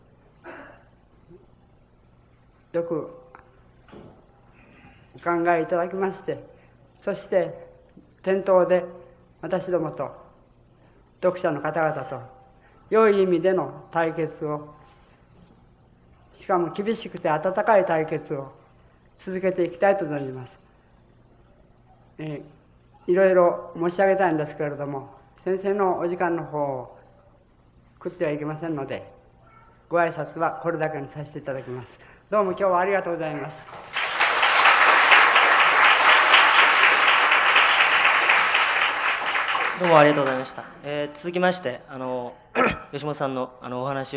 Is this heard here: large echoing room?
yes